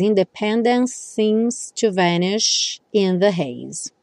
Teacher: E a próxima palavra aqui é seems. Então, você acaba conectando esses dois S's